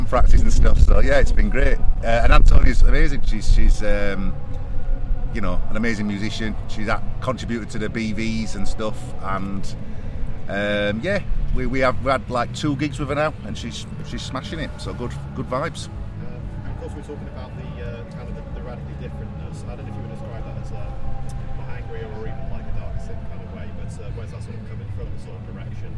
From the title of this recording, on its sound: TRAMLINES FESTIVAL PRESS CONFERENCE